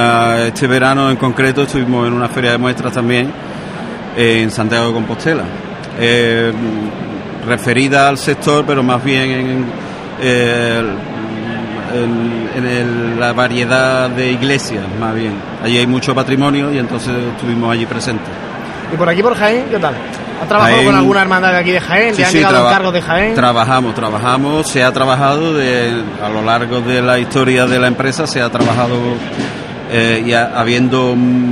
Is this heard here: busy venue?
yes